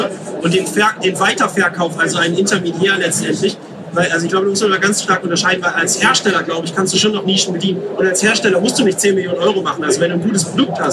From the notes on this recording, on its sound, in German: Die Aufnahme haben wir bei der #OMR17 gemacht und wir mussten auf die schlechtere Aufnahme zurückgreifen. Die Aufnahme haben wir bei der #OMR17 gemacht und wir mussten auf die schlechtere Aufnahme zurückgreifen.